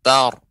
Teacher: Kita ucapkan ta dulu baru roknya tebal